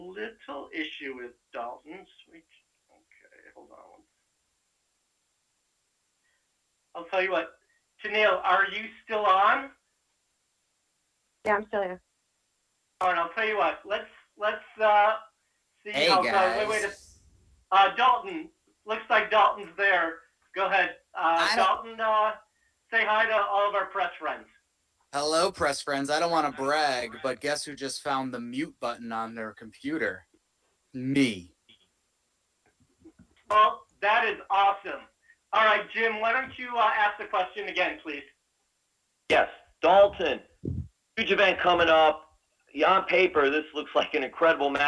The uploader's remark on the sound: ROH Best In The World Media Call